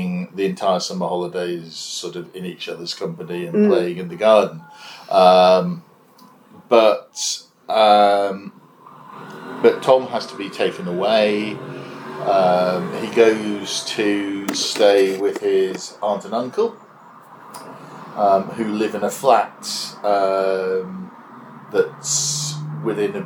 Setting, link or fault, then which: fault, background noise